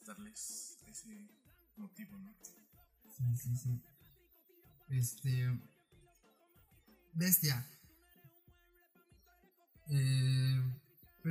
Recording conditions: poor sound quality